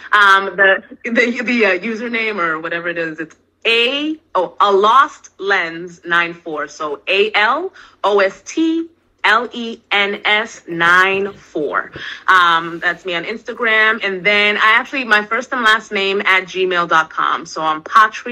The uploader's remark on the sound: IG Live Interview.